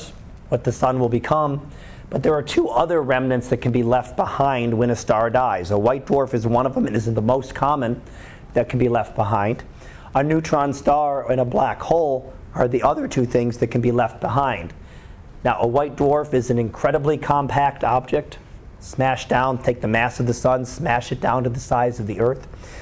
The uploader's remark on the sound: Live Class Lecture 2013 Jun 13